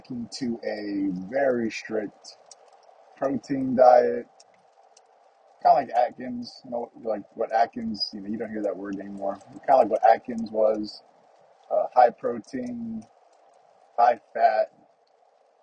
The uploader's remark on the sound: Just the morning’s drive to work and thoughts